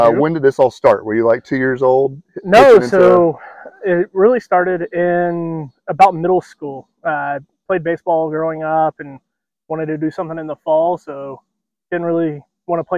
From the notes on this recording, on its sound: LinRick Golf Course in Columbia, SC - and recording this week's episode at the course.